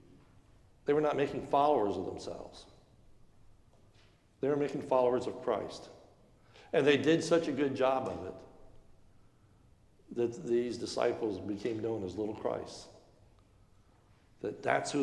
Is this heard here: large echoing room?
yes